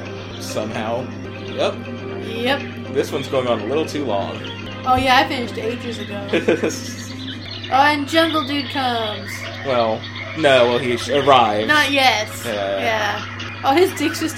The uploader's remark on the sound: there are audio issues and obvious edits